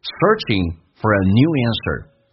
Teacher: For 说成 F 加个儿化音 For 加个 a 这个发音叫做连音，连在一起叫 For。